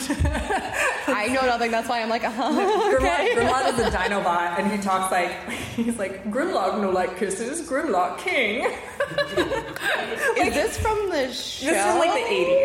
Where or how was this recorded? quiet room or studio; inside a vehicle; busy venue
busy venue